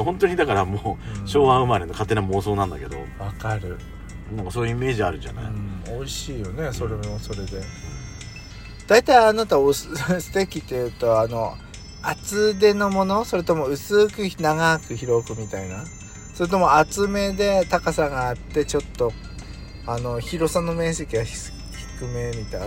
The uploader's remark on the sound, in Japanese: 2人組。パーキング収録。